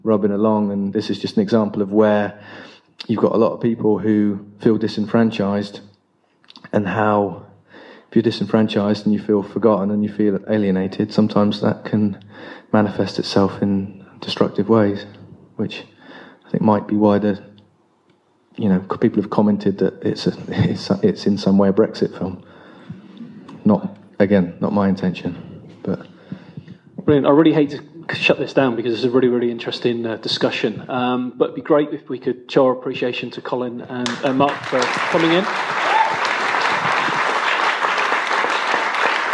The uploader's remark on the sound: Live from ‘Dirt in the Gate’s’ screening at The Shelley Theatre in Bournemouth